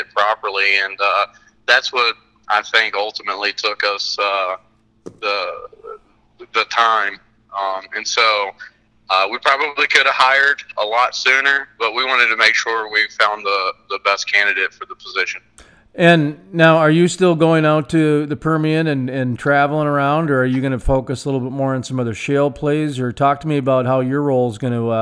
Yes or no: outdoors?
no